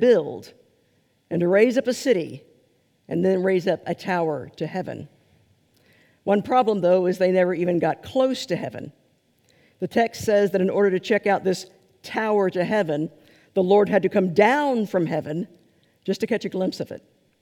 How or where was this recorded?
large echoing room